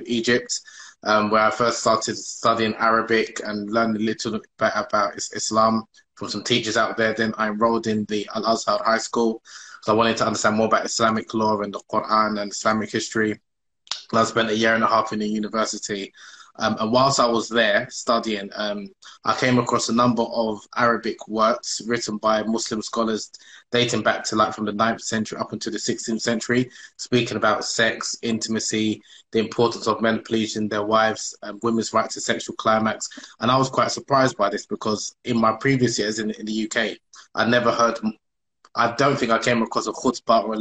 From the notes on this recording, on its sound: on Instagram Live